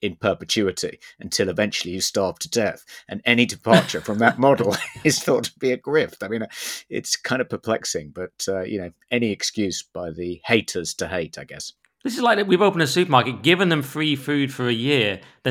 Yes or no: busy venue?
no